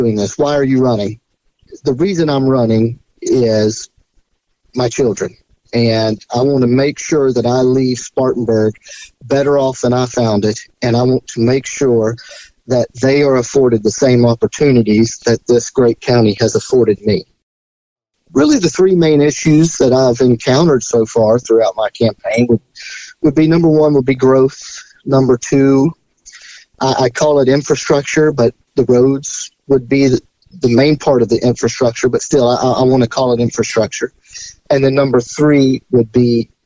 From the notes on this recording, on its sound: Phone interview.